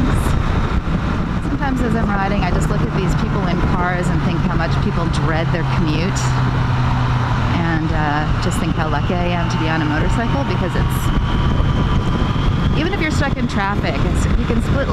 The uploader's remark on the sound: put a little microphone into her helmet and then took off down the streets, roads, and freeways of LA